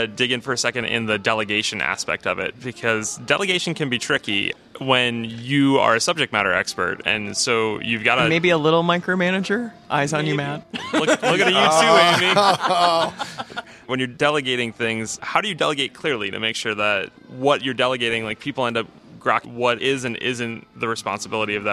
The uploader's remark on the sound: Joined us live at VMworld 2016.